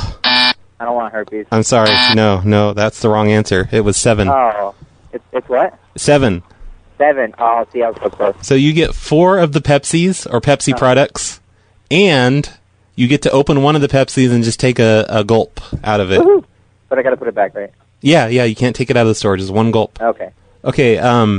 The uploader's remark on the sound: Personal Prank Phone Calls Collection